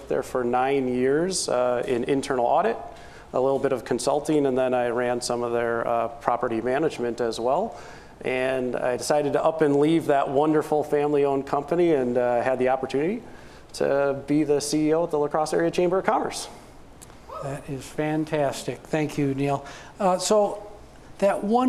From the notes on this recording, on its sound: we recorded the podcast LIVE at The Main - an Event Space in downtown La Crosse